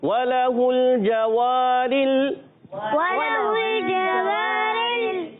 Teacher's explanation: अलिफ मद्दा बन गया है। अलिफ से पहले जबर आ जाए, अलिफ मद्दा होता है, और इसको एक अलिफ खींचना है